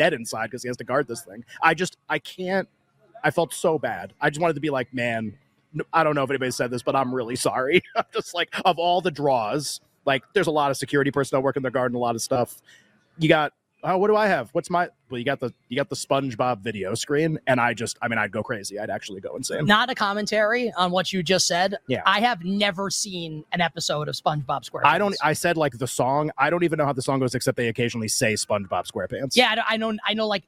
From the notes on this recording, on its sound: LIVE from Las Vegas at the Mandalay Bay!